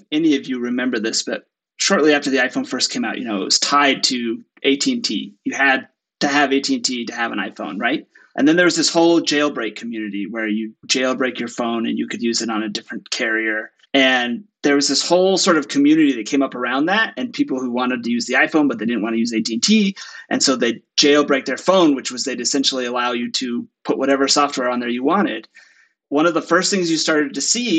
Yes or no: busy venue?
no